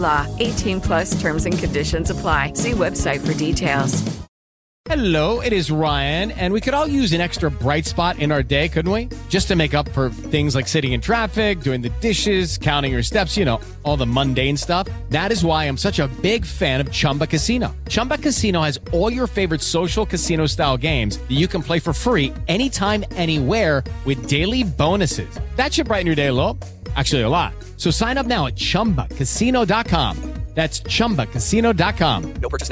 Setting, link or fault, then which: link, phone line